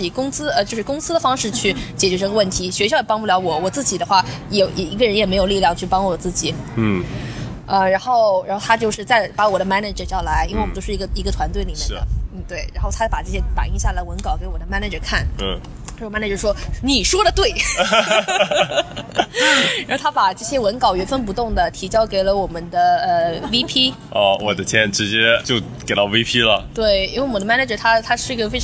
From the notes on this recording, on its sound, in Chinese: 户外录音，稍有杂音，多谢谅解